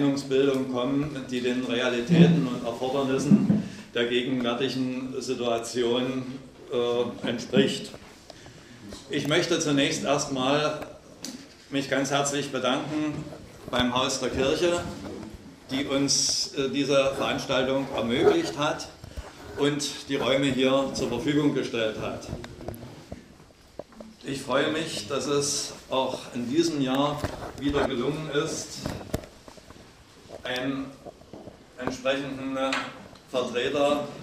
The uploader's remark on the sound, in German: Veranstaltungsmitschnitt